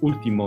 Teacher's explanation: For example, in the word último, there's an accent on the U, so the stress falls on the U